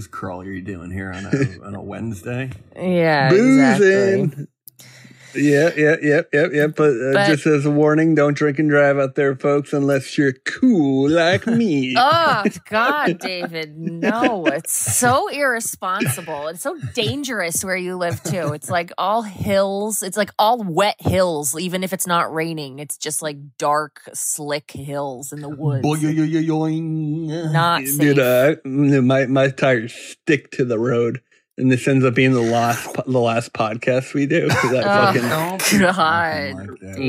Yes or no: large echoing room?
no